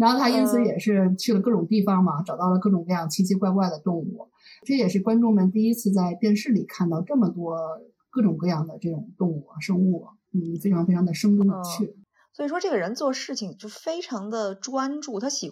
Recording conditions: poor sound quality